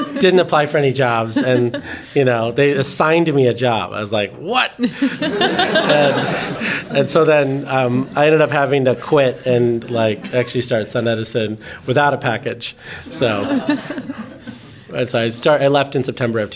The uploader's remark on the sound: The live podcast series Watt It Takes. Watt It Takes is a live interview series produced by Powerhouse in partnership with GTM. The conversation was recorded live in Oakland, California.